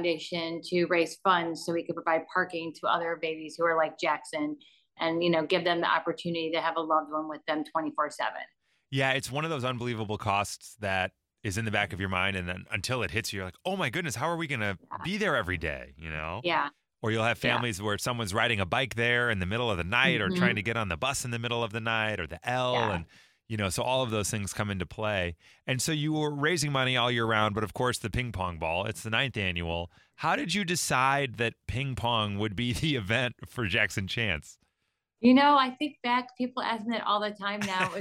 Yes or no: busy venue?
no